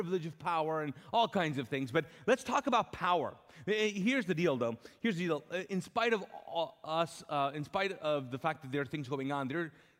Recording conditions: large echoing room